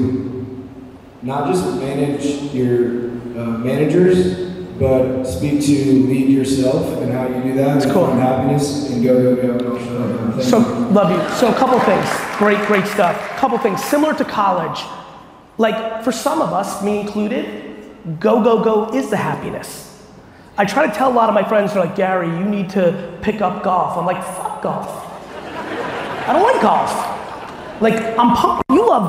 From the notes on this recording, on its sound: live Q&A I gave in Las Vegas